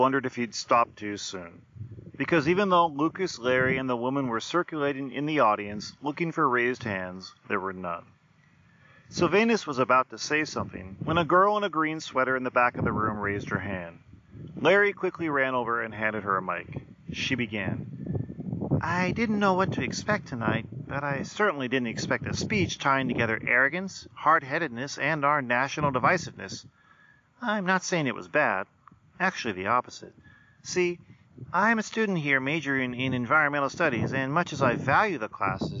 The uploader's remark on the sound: Today’s episode is brought to you by me going outside. It was all recorded from the Great Outdoors.